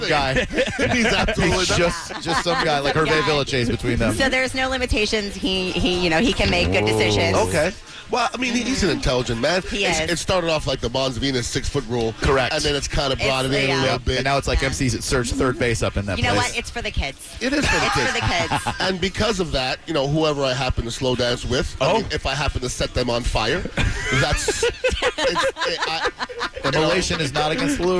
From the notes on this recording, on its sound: Live from Pin Chasers for the Apple-a-Day iPad party!